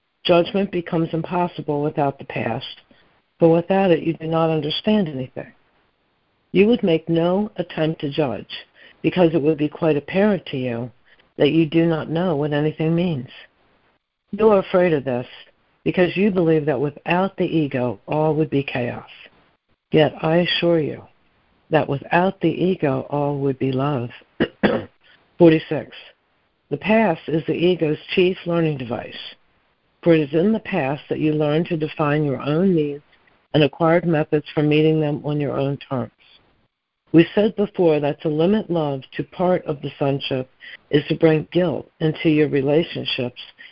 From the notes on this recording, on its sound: ACIM Daily Conference Call